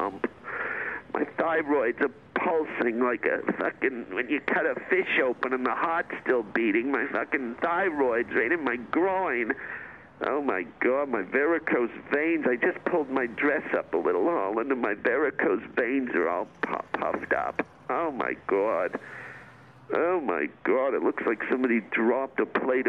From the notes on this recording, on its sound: calls in during her first trip to a drive thru